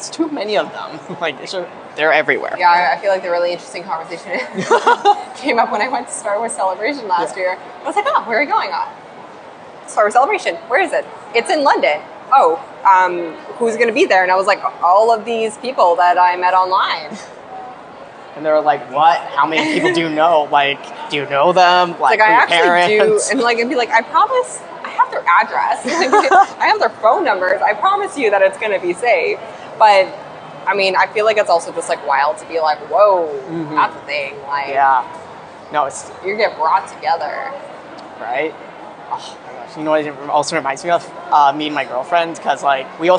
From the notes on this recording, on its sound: FanExpo Panel. Share my panel from FanExpo Vancouver.